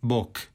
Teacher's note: Često se to obezvučuje, lakše je izgovoriti ove bezvučne glasove u odnosu na zvučne i onda mi često u ostvarivanju tog pozdrava čujemo K, Bog.